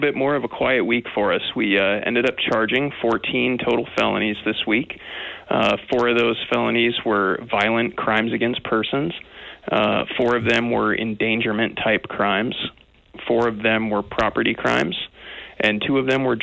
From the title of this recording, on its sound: Open Phones